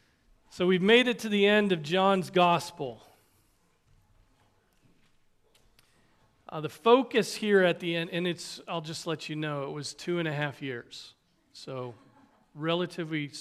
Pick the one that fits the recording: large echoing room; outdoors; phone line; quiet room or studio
large echoing room